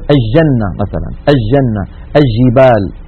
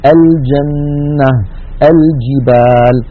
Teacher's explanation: في بعض مناطق بلاد الشام يعني يجعلون اللام عند الجيم شمسية · Shown in: first take · فيقولون الجنة مثلا، الجنة، الجبال، هذا لا يصح، لابد من بيان اللام، فنقول الجنة، الجبال.